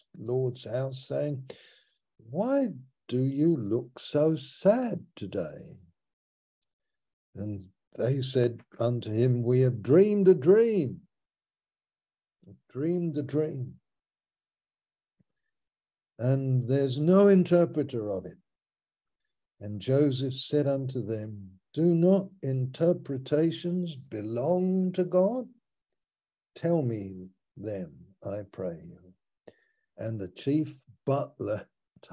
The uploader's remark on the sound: Malaysia Meets (Zoom)